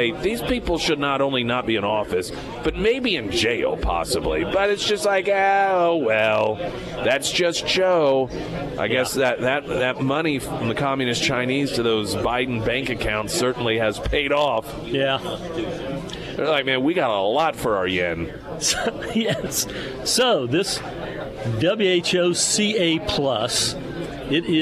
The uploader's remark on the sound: live at Scramblers Diner for Heroes Breakfast